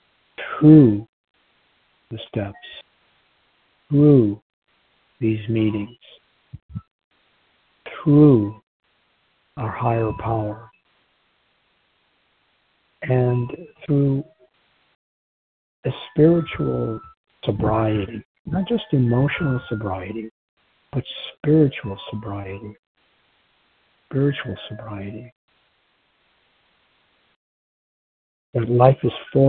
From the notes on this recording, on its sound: from the 100 Pounders Phone Meeting, 9/28/23